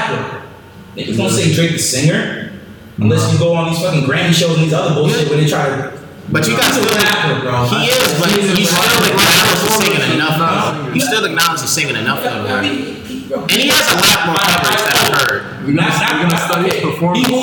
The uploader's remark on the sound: Let me say sorry for the audio quality! It got worse over the course of loading and editing along with downloading.